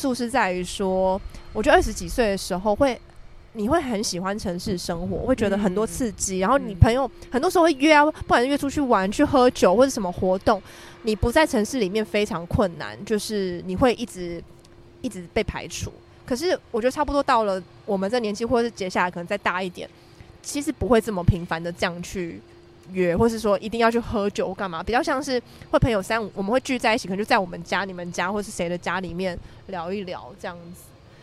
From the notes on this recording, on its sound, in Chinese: 本集在有風的天臺錄製，會有飛機起降的聲音哦～。